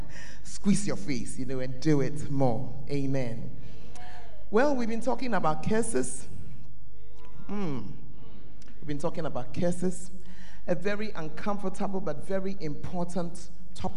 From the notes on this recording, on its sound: Preached At The First Love Center, Ayeduase (Charisma Service)